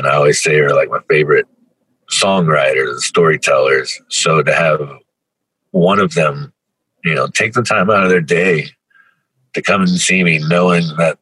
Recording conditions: video call